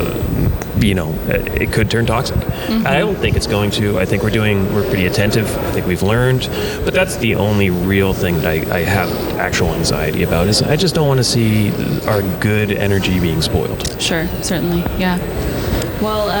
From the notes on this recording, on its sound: Live From ACSA. Join us on the tradeshow floor to share their ACSA experiences.